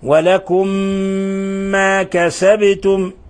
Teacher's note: ونلاحظ قلقلة الباء، ونلاحظ أيضا إظهار الميم الساكنة عند الواو. ما كسبتم ولا، ميم الساكنة جاء بعدها الواو أشد حالات الإظهار، بل من أشد حالات الإظهار، فنظهر الميم الساكنة ولا نضغط عليها ولا نخفيها ولا يعني إنما نظهرها نبينها نسكنها، نعم، لأنها مظهرة.